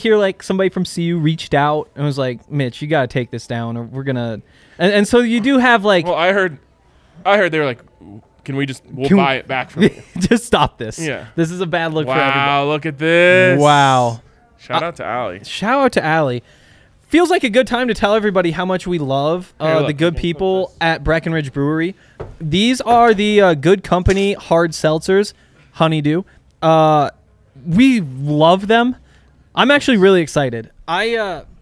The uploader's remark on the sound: come to you LIVE from the DNVR Bar